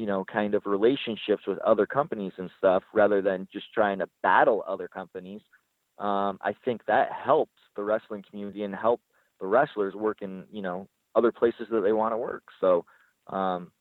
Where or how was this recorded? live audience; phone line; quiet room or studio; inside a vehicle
phone line